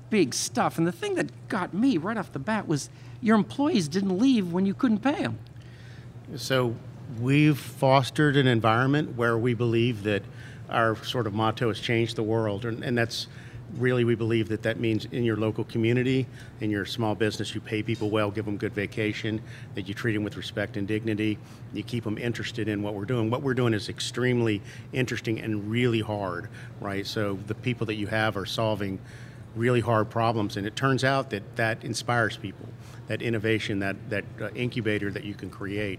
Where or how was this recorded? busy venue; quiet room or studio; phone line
busy venue